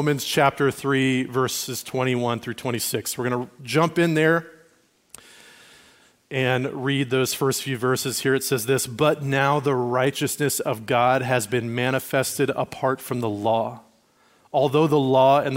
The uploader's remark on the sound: Recorded at Liferoads Church in Spokane on June 18, 2023.